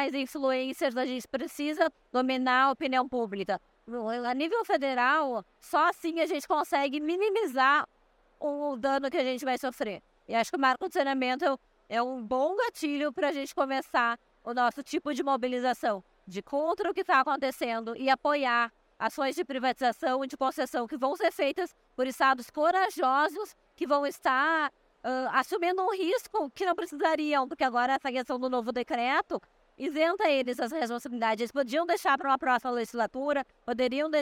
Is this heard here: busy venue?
yes